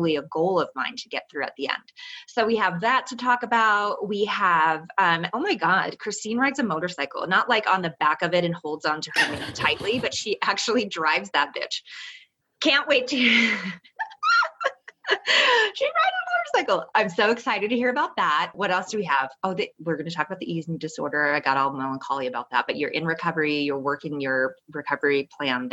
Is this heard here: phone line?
no